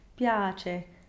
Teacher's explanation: The first I is almost a consonant, a very fast glide.